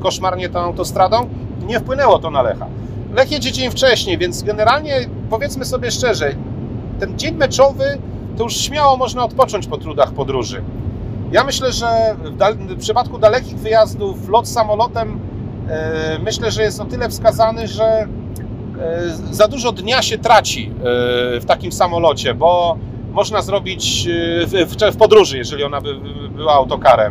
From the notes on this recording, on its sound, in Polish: nagranym w drodze powrotnej z meczu Unia Skierniewice - Lech Poznań